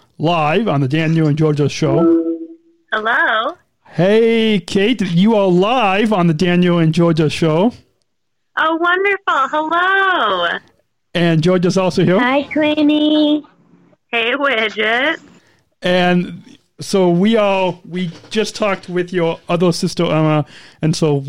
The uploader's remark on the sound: Impromptu LIVE On Air Phone Calls. Live Listener Q&A.